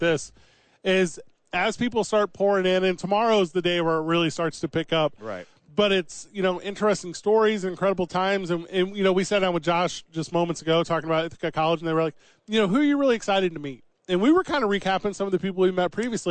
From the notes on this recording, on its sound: live from Radio Row in Vegas